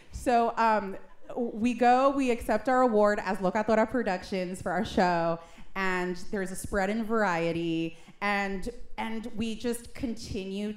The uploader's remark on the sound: For My Cultura's Two Year Anniversary Live Show.